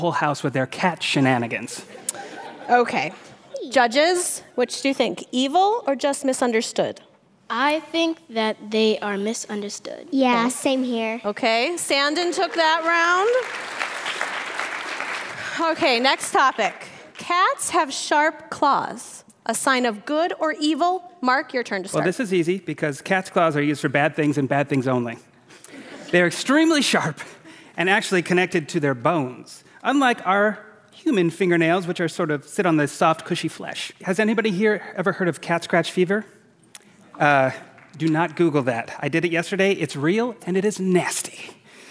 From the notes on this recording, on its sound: We're transporting you to the Fitzgerald Theater in St. Paul for a segment from a recent live show: Cats vs.